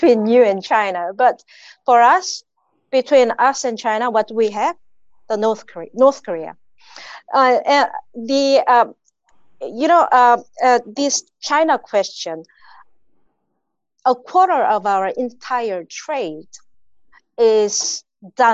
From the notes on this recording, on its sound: A La Trobe Asia/Perth USAsia Centre event. Recorded live via zoom.